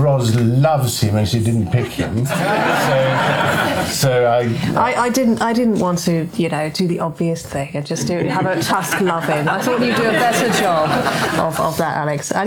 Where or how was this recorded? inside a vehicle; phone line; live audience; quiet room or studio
live audience